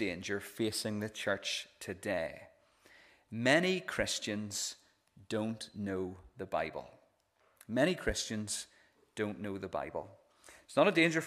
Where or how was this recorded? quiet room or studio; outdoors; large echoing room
large echoing room